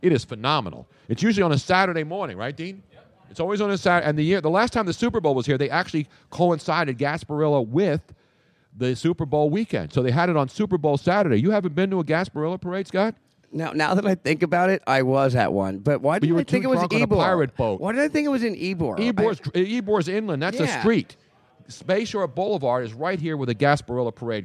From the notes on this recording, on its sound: We are LIVE from Audio Avenue in Tampa for the College National Football Championships.